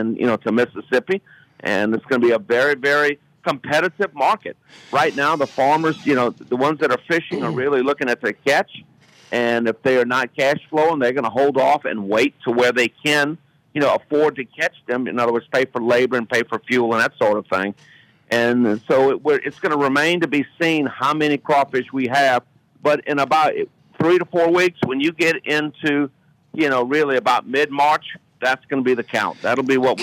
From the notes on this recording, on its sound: Special in studio guest. Will call.